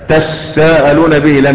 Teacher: لم يحدث حذف وإنما التاء الثانية أدغمت في السين فإيه فصارت السين مشددة. · Term: إدغام التاء في السين